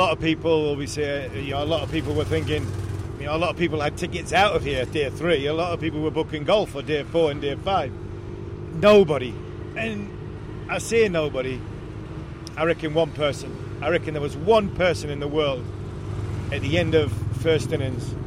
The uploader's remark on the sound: Live from the back of a Tuk-Tuk. Hyderabad.